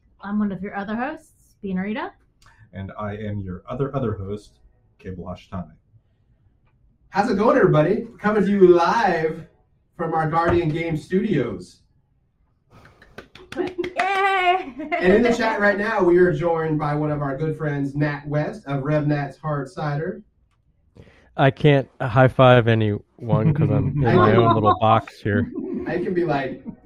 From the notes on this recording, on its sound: Sorry for the audio, we're working out the wrinkles in the new studio setup.